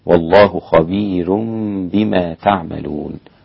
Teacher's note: رقق الراء ورش في خبير وليس هناك خلاف آخر